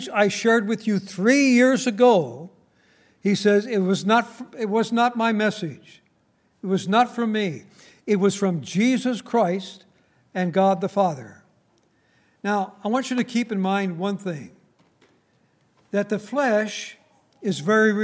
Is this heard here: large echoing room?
yes